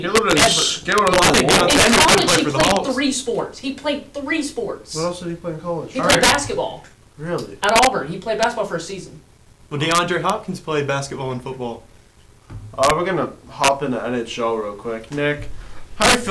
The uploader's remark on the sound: AUDIO WARNING